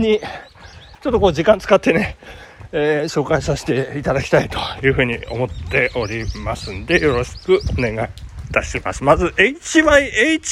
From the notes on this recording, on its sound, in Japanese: 朝ラン19℃。雨の中での収録。